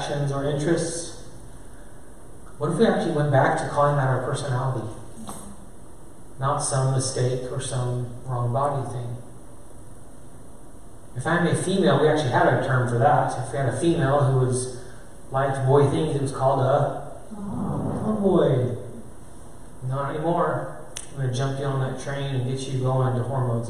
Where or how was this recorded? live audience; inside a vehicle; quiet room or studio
live audience